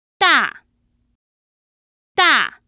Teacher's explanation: we had the fourth tone, which was a falling tone.